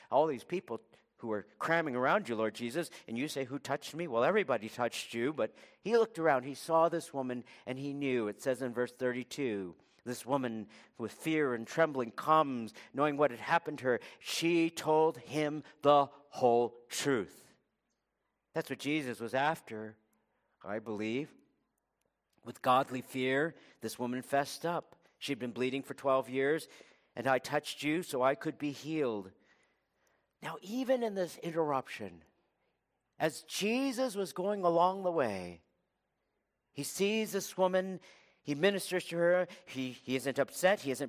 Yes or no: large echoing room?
yes